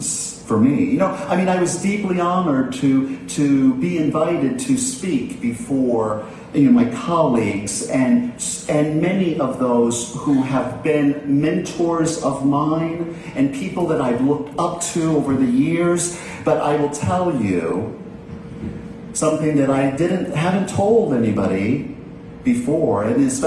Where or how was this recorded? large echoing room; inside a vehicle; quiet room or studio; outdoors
large echoing room